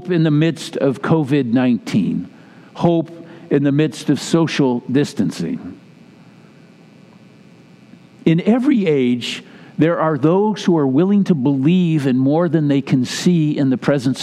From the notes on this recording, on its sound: Message delivered during the Classic Service.